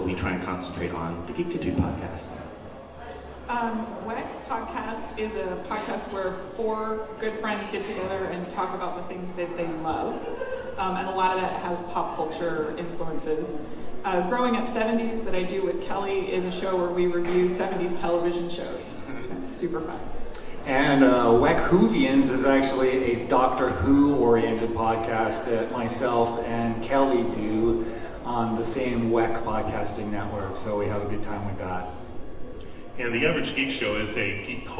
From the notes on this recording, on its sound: NerdCon Podcasting Panel. It is a convention, so there’s a lot of background noise, and we picked up some additional conversations, but I think you can hear everyone pretty clearly.